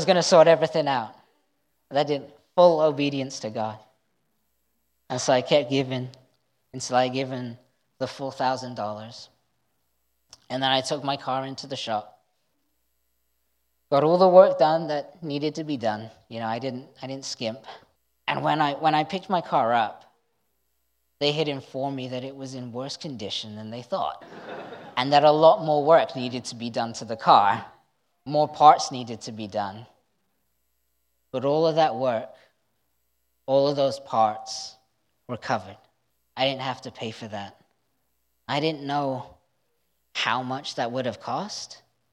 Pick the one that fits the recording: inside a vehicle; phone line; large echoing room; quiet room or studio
large echoing room